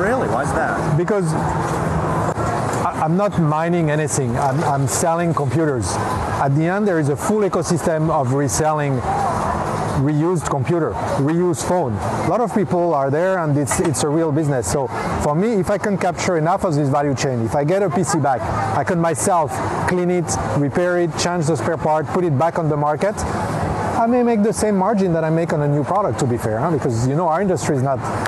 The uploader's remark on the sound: Live from COP28